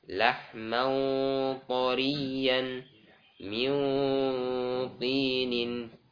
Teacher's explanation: Ditahan 2 harokat dikarenakan ada dengung, ya, dan dimasukkan ke hidung. Nah, ada gunnah, ada gunnah, dan gunnahnya gunnah yang kamilah, nah, gunnah yang sempurna.